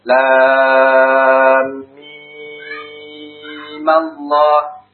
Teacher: Mimnya tetap dibaca 6 harokat dan disambung ke Allahnya, maka mimnya berharokat fathah. · Term: al-isba'